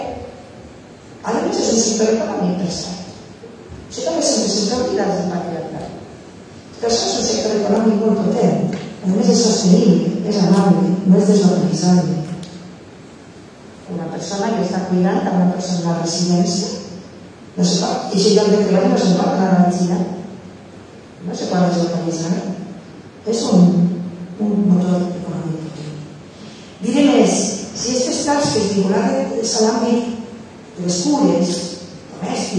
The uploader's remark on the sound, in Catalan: Recuperem l'audio de la presentació del llibre